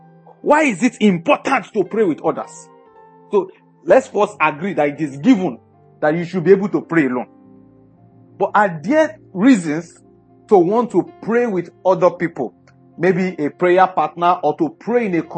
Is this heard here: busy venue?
no